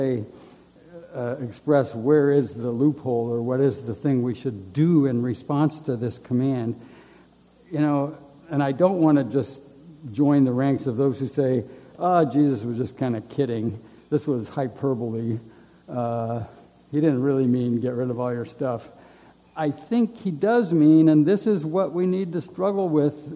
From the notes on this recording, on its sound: A live recording of Camp Arcadia's Dean & Lecturer's Program. This podcast was recorded live in the Assembly building during Camp Arcadia's Family Week 9.